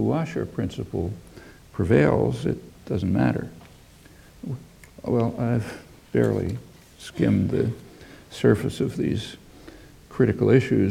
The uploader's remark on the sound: UCL Rickman Godlee Lecture 2011.